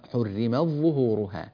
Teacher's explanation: في قوله تعالى حرمت ظهورها، التاء مخرجها قريب من مخرج الظاء، وورش رحمة الله عليه كان يقرأ هذه التاء بالإدغام في الظاء فيقول حرمت ظهورها، فإذا وقف بقيت عادة التاء إلى حالها فنقول حرمت هكذا.